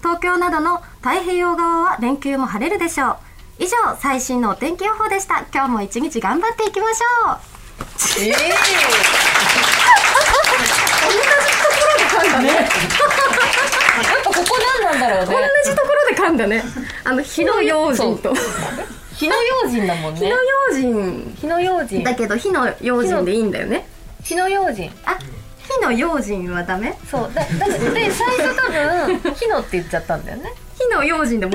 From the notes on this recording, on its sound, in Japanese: 公開収録午後の部です